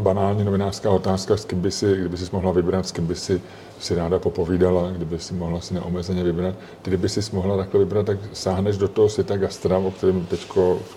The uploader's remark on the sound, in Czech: Za hodinu a půl se v Topince v líném pátečním odpoledni vystřídalo šest hostů, všichni na balkóně. Omluvte cinkání nádobí z kuchyně, zvuky kávovaru či občas slyšitelný tlumený hovor v pozadí. Je to autentická zvuková kulisa.